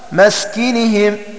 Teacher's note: الكسائي يقرأ بسكون السين وكسر الكاف